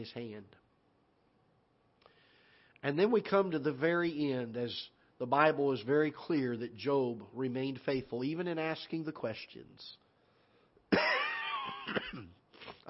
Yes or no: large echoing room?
yes